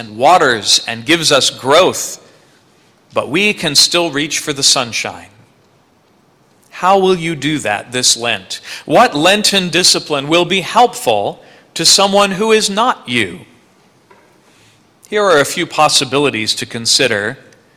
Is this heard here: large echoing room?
yes